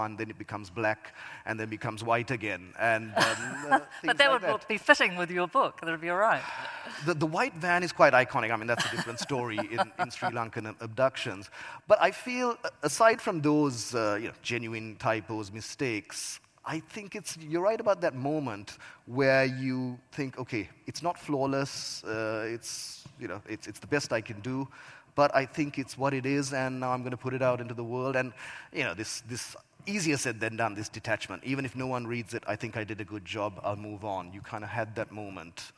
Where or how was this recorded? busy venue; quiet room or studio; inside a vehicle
busy venue